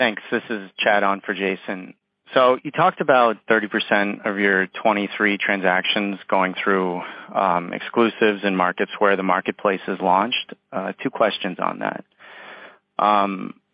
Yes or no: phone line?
yes